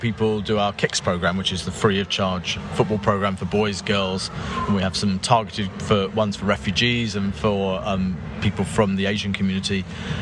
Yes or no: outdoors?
yes